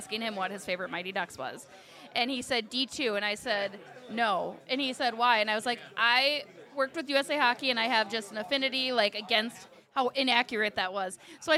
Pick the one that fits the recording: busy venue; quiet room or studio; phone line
busy venue